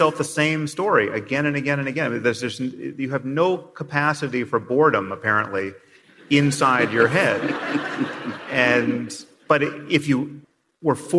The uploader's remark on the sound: Special podcast recorded in front of a live audience. They also answer an array of questions from their live audience.